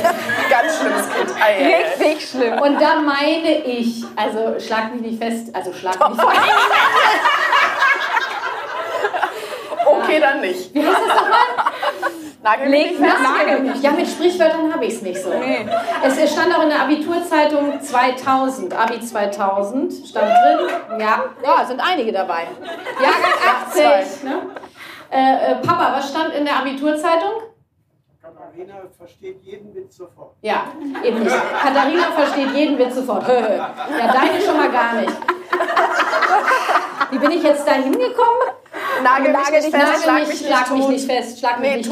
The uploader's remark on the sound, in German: die ich live mit Publikum aufgezeichnet habe